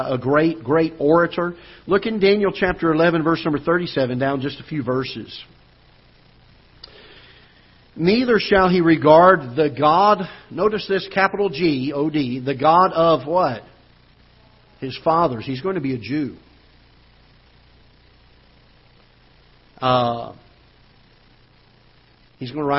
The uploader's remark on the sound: Ketha Heights Baptist Church ~ Live Broadcast